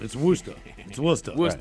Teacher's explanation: there's a town in Massachusetts called Worcester, but they don't use the R